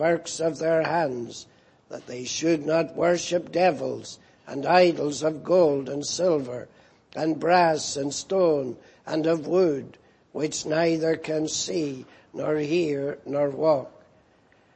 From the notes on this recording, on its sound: Preached in Grafton. At the Lord's Day Morning service on 12th August, 2018.